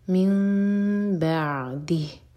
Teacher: یہاں پر ہم نون کی آواز کو میم میں چینج کریں گے